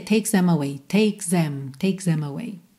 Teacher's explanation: Se você quiser, dá até pra dar uma enganadinha e fazer takes them, meio quase como um Z